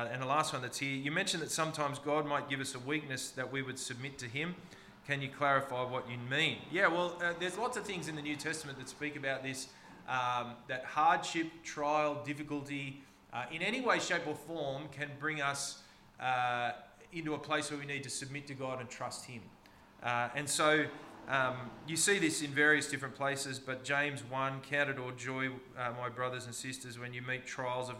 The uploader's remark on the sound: This sermon was preached on the 26th of March 2023 at all services of Helensburgh and Stanwell Park Anglican Church.